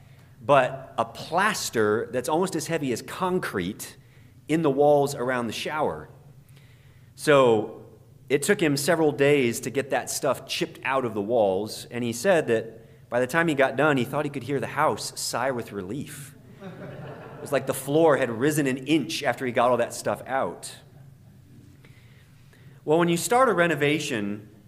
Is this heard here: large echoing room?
yes